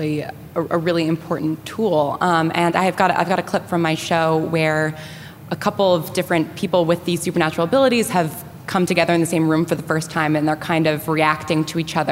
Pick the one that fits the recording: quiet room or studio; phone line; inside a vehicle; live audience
live audience